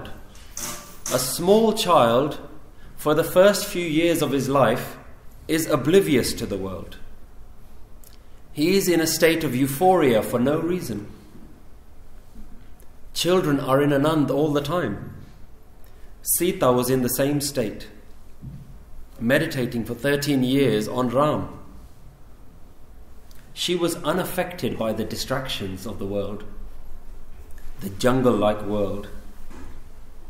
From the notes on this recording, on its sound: recorded in November 2015 at Central Gurdwara Khalsa Jatha, Shepherds Bush, London UK.